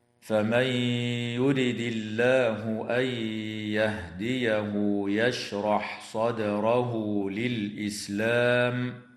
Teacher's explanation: النون الساكنة في قوله تعالى فمن يرد حكمها الإدغام مع الغنة في الياء بعدها